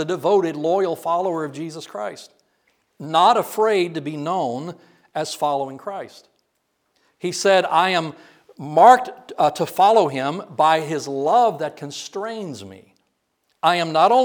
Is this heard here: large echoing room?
yes